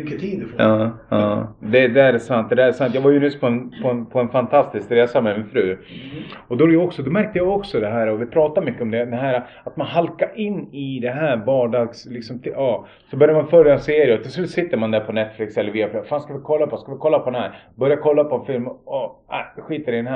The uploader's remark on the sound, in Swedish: Vi ber om ursäkt för ljudet i detta avsnitt då vi hade lite tekniska problem under inspelningen.